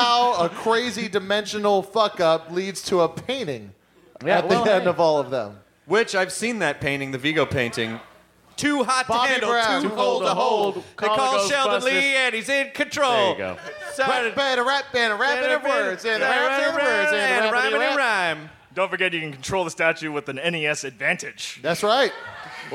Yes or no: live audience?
yes